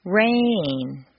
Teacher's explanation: Make rain very musical and put it on two notes.